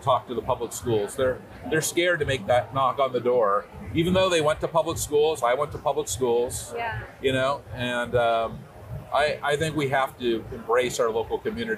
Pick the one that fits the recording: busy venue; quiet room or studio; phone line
busy venue